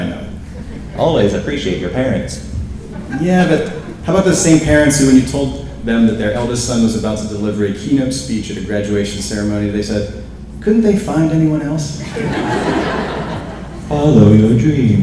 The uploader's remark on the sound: The keynote speech at the Freedom Area High School 2018 Commencement ceremony. Recorded live at Freedom Area High School.